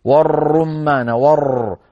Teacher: تقولي والرمان حاولي ألا تكرر الراء يعني أنت قلتي والرمان ور فالراء جاء ثلاث أربع راءات بسبب عملية اسمها التكرير